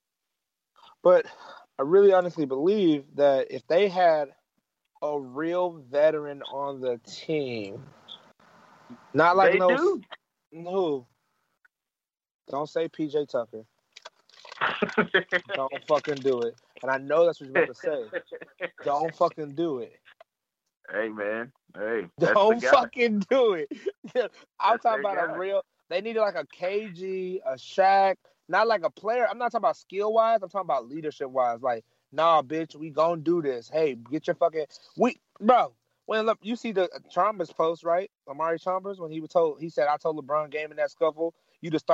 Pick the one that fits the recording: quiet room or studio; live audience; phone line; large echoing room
phone line